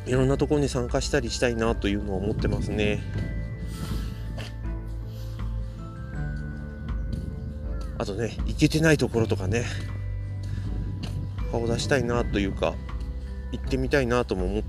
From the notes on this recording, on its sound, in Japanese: をのんびり歩きながらしゃべってみました。